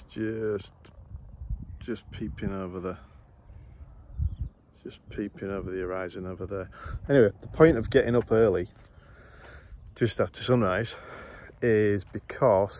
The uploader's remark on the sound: Recorded on 22nd July, outside in nature.